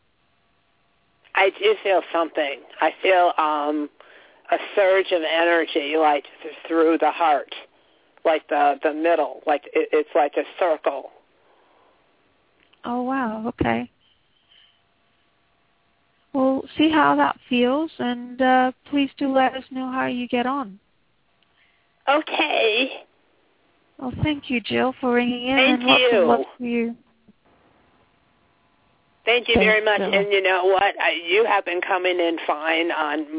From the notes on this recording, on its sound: Takes your calls for healing live today!